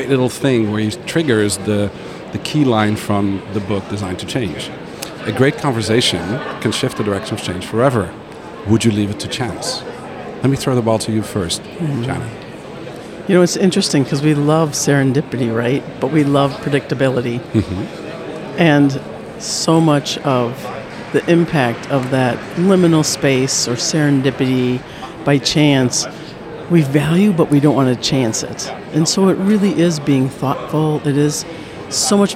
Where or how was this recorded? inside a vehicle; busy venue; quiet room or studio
busy venue